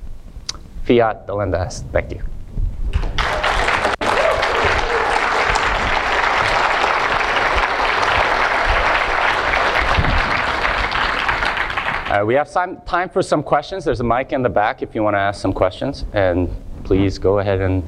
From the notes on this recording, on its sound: session from the 2020 BitBlockBoom Conference in Dallas, Texas